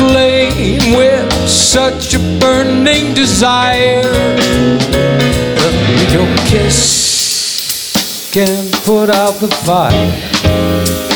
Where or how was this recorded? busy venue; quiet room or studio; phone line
busy venue